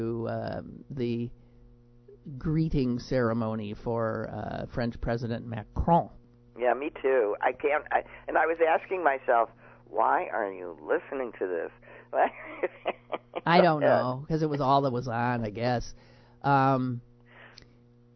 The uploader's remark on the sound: is on the phone with us